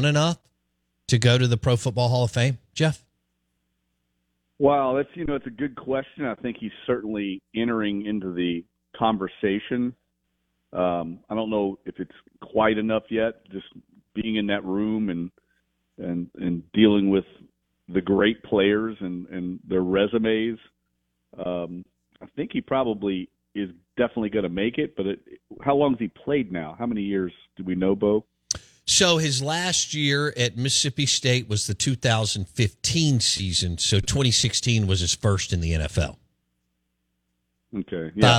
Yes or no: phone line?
yes